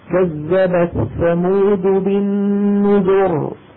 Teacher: أما خذوا مثلا كذبت ثمود بالنذر هذه ما فيها ياء محذوفة، فمن وقف عليها كذبت ثمود بالنذر، نذر بتفخيم الراء